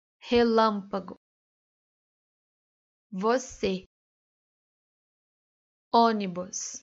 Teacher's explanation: que a sílaba é tônica e que a vogal deve ser pronunciada de forma fechada